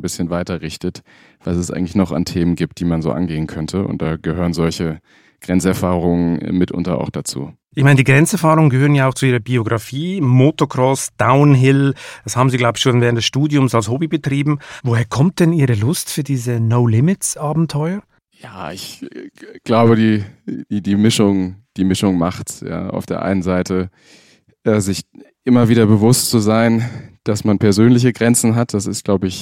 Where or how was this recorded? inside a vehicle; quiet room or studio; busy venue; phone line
quiet room or studio